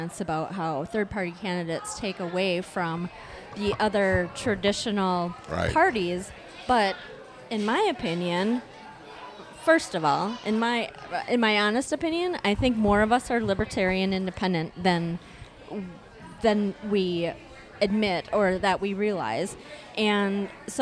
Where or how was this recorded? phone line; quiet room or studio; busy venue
busy venue